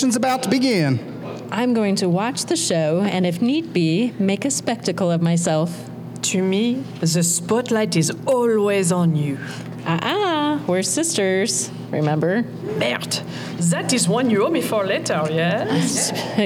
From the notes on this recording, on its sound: It’s the Thrillogy performed LIVE! This episode was recorded in front of an audience at the Neighborhood Comedy Theater in Mesa, AZ.